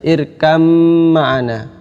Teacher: Ba-nya dimasukkan ke dalam mim, kemudian ini sehingga menjadi hilang, kemudian langsung menjadi huruf yang bertasydid. · Term: idgham